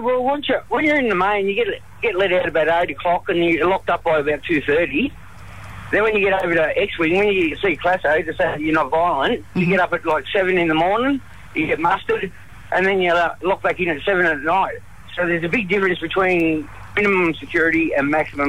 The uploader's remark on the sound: phones another florist